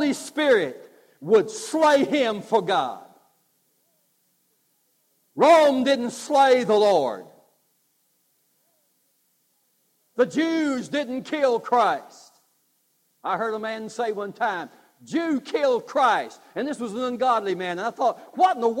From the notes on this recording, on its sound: God's Offering (live service).